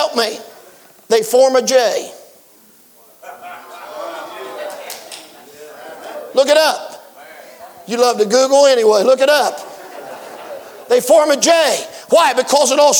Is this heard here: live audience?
yes